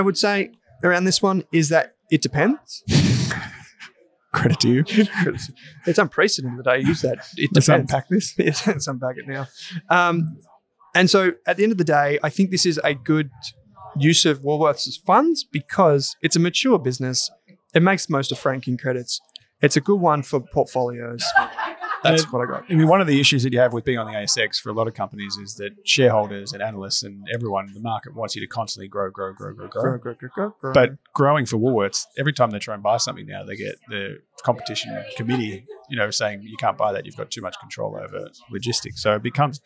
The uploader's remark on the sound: LIVE from the Australian Shareholders Assocation (ASA)